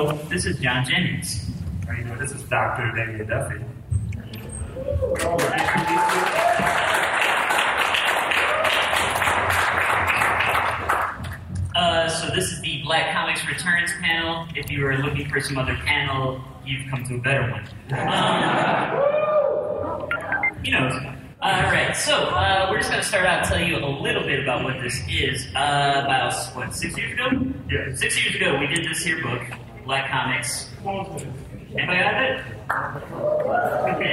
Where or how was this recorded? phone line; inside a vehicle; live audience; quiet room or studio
live audience